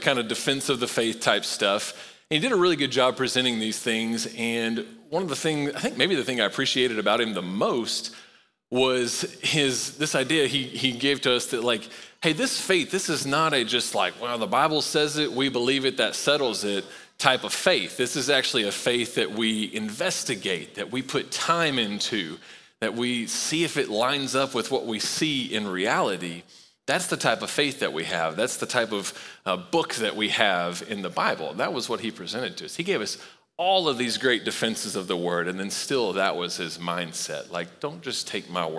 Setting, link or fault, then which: setting, large echoing room